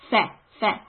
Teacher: The makhraj for fa is the upper teeth hitting your bottom lips.